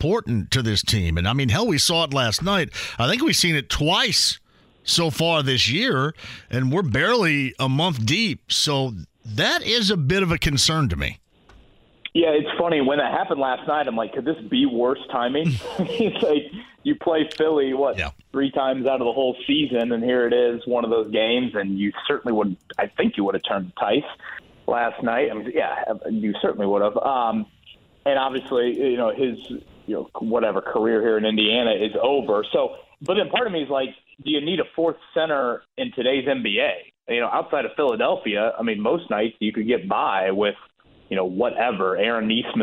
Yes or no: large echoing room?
no